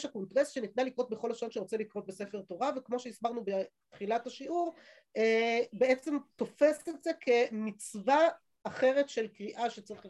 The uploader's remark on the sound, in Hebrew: השיעור הועבר והוקלט בזום. בישוב עלי.